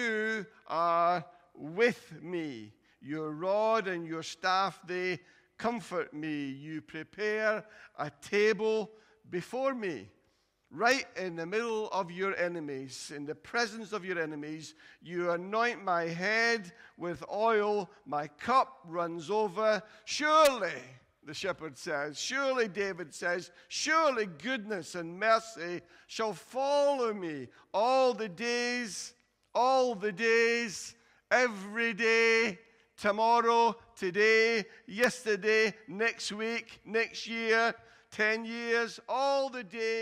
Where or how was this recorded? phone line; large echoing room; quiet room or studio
large echoing room